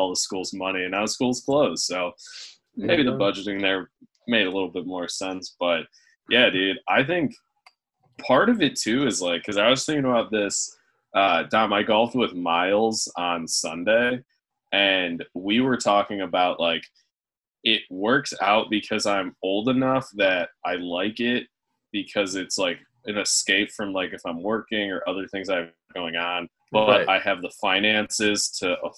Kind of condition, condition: link, video call